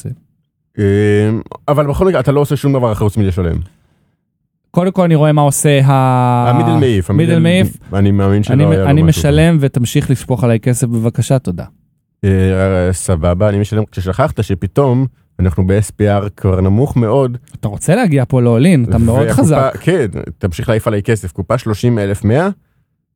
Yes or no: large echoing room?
no